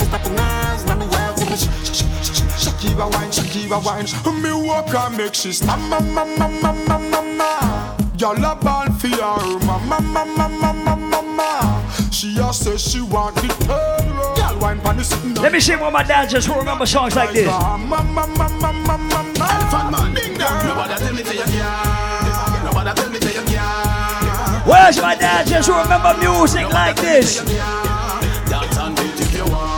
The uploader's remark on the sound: Live audio recording of the later part of my set at Island Saturdays on Dec 18th.